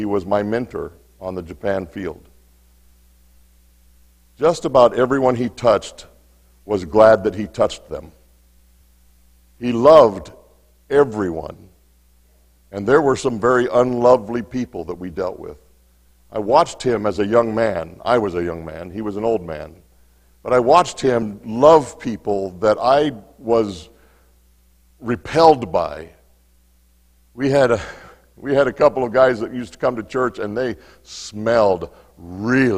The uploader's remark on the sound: Mt. Zion Church Live!